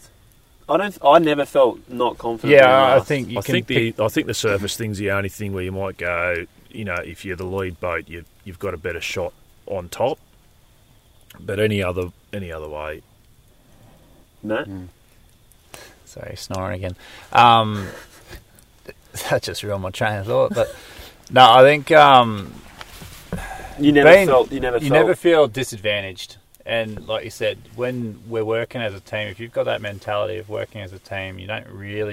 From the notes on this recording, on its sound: Chat Around the Campfire: Our Camping Drift Down the Murrumbidgee River. This adventure was too special not to record a podcast on location. On night two of our three-day drift, we sat down to record an episode for the podcast.